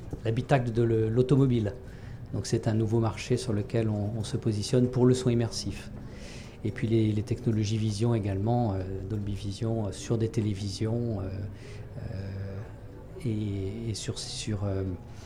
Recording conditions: busy venue